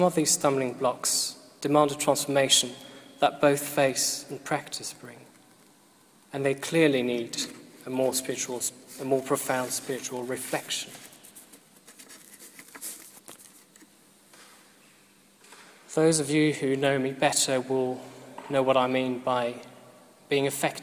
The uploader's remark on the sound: This was recorded at the Moot Eucharist at the Guild Church of St Mary Aldermary 17th June 2012.